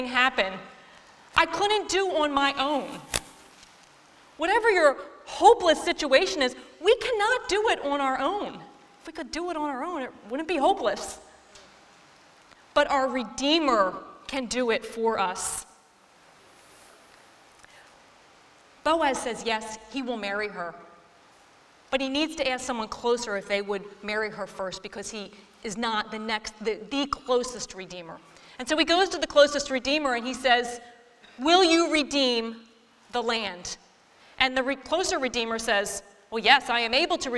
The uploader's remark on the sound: this week’s episode taken from our Hope Beyond women’s conference